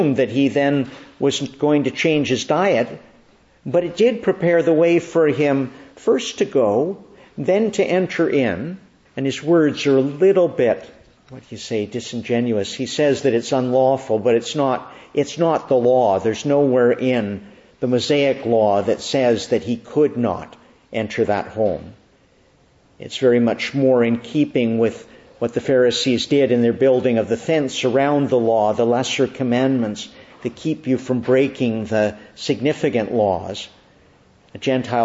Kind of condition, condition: setting, large echoing room